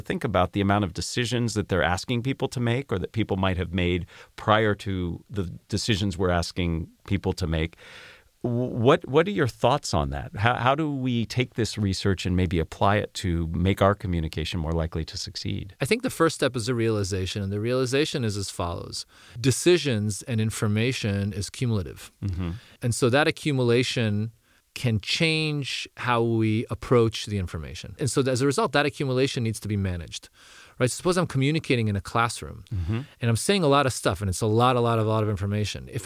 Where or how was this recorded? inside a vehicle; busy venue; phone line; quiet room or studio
quiet room or studio